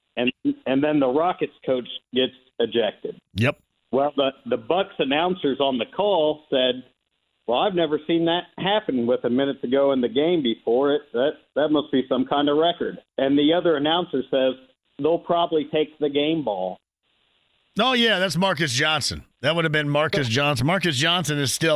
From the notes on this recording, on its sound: He then takes some calls from listeners of the show. Takes some more phone calls from listeners of the show!